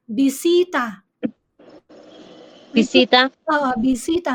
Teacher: When it's a noun, the stress is on the second to the last syllable.